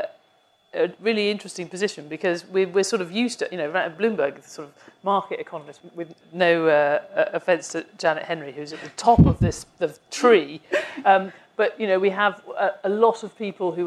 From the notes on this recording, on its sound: live panel discussion this week in London